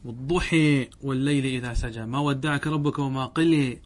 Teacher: أن نميل الفتحة نحو الكسرة، ونميل الألف نحو إيش؟ نحو الياء · Term: الإمالة